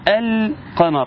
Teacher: اظهرت اللام وواضحة خارجة من مخرجها، خارجة بصفتها، فيبقى لها وزن معين، حافظ على هذا الوزن في كل لام مثل هذه اللام وتكون لام قمرية. · Term: اللام القمرية